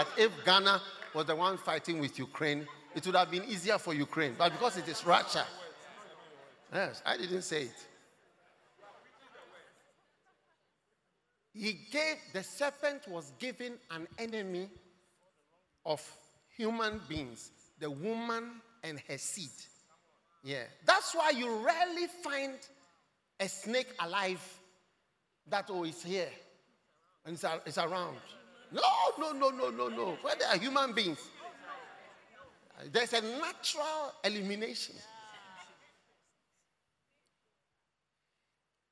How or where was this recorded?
large echoing room